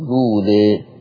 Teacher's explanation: لو انت بدات باللام مباشره مالكش الا القصر فقط